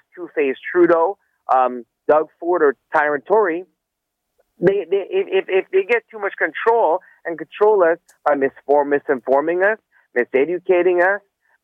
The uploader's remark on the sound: Listeners call in with their opinions on the biggest stories of the week.